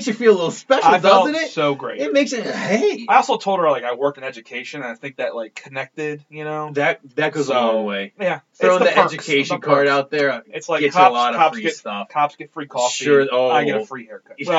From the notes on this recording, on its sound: Messes up the audio (apologies).